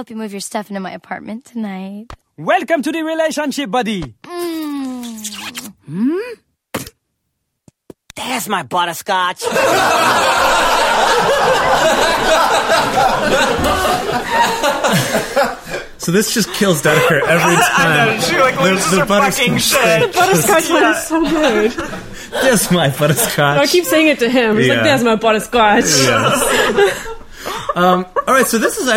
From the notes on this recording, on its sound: This is a very special live presentation by the Multiamory crew that took place in Santa Monica on January 20th, 2017.